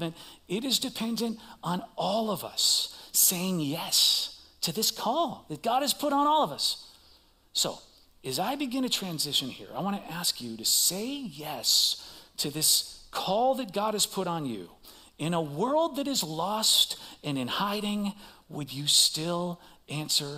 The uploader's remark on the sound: Recorded live at CrossWinds Church on Jan 7th, 2024